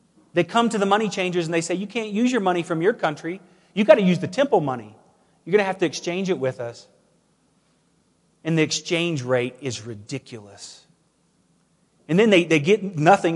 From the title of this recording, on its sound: Woodland Life Church Live